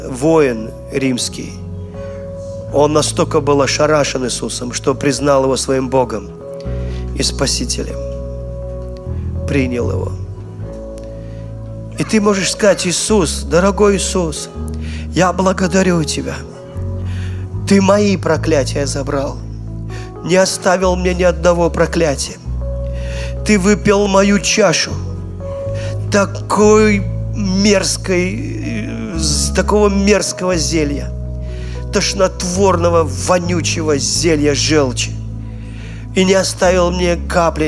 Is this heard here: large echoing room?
yes